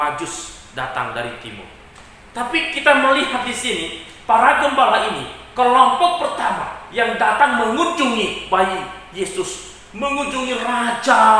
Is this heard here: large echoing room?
yes